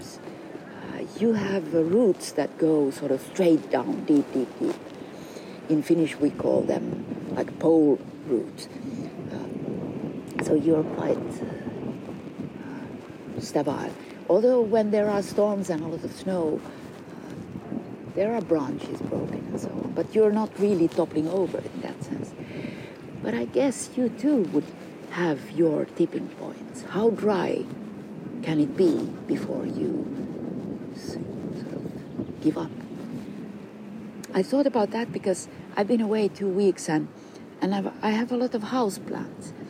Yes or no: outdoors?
yes